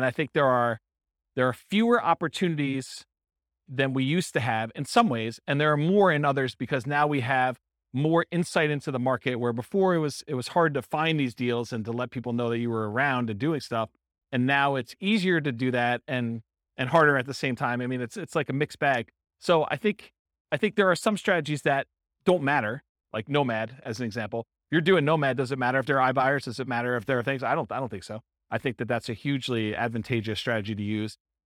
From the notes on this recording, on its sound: Real estate entrepreneurs in Carrollton, Texas. This was a live class recorded.